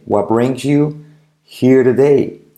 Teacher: La T de today como R suave.